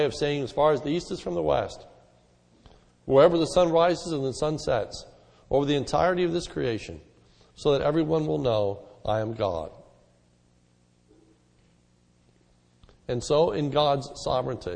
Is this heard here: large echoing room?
yes